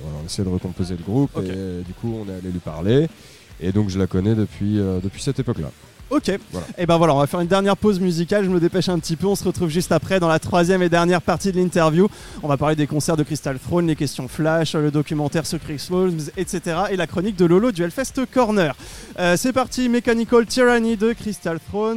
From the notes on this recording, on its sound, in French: enregistré et diffusé en direct dans le bar parisien Hellfest Corner